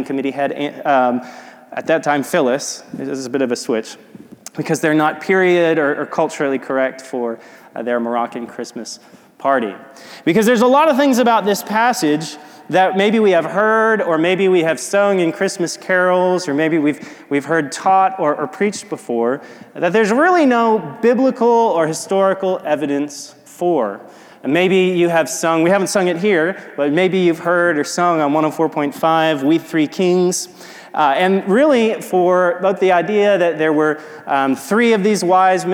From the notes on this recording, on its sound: This audio is from a sermon preached recently at Restoration Fellowship in Memphis, TN.